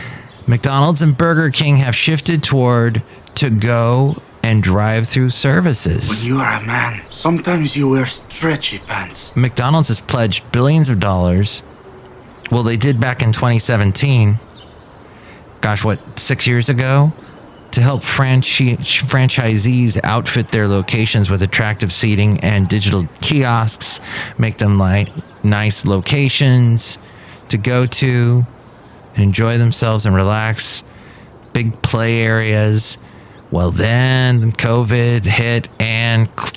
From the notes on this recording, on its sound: podcasts live from Café Anyway